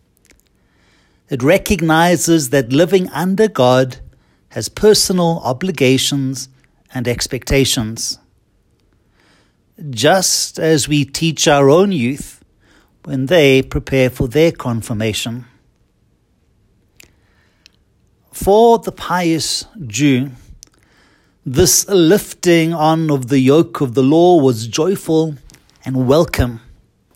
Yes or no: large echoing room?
yes